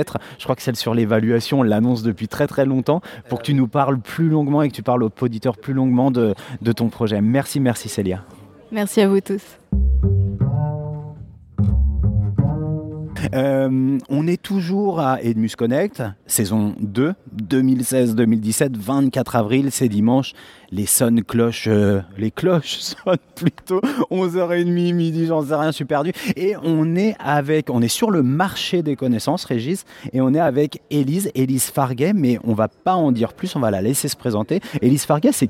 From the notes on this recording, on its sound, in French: une émission en direct du Collège Jean GIONO de Nice où s’est tenu le deuxième congrès des Professeurs d’Éducation Musicale Connectés